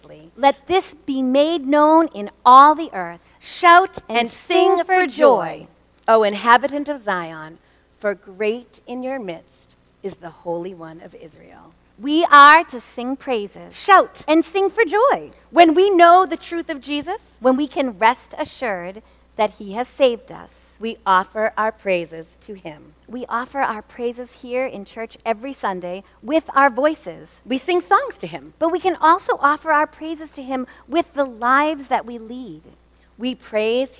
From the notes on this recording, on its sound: LIVE Episode. This episode was recorded on Sunday, September 17, 2023 at First Baptist Church in Reading, MA.